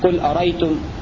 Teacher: فيقرأ الكسائي بإسقاط الهمزة الثانية